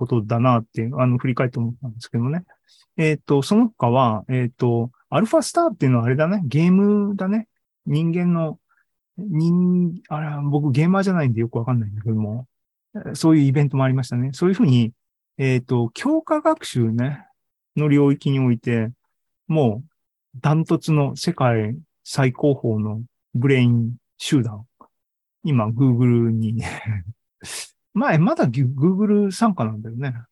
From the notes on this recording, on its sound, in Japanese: ２０２２年１０月２６日に開催した ZOOMライブの模様です